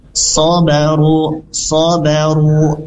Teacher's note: Yaitu di bagian os-os tebal, ya, tebal di dalam os-so, so-so, oso, tebalnya di dalam. Jadi bukan dengan vokal o, tapi tebalnya di dalam.